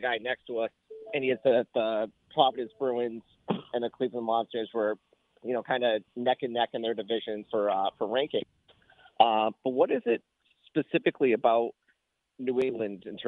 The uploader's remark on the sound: take your calls texts and tweets live on the air